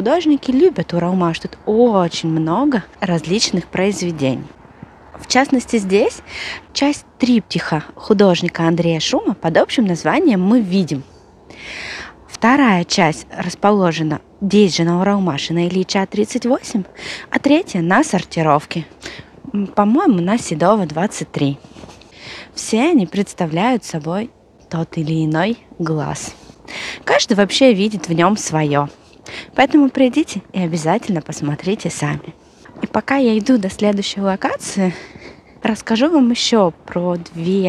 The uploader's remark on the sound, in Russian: Сегодня мы пойдем гулять по-новому. Эту прогулку я записывала, сама гуляя по Уралмашу. То есть вы услышите реальные звуки города.